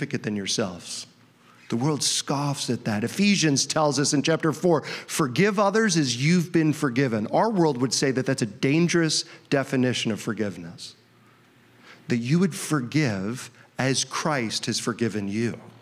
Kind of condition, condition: setting, large echoing room